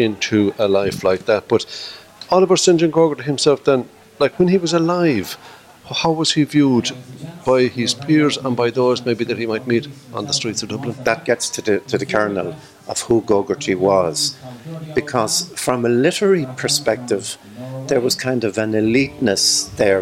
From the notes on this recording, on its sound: Coming to you from Oliver St John Gogarty's in Temple Bar, Dublin with lots of great Irish music and chat.